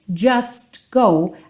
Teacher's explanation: A gente tem tipicamente essa omissão do T, certo?